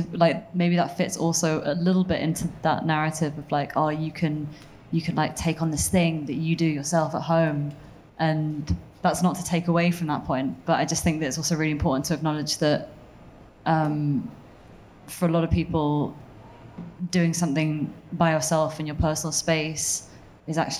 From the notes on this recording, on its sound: Panel talk on mental health in the music industry recorded to a live audience at Sheaf Street in Leeds.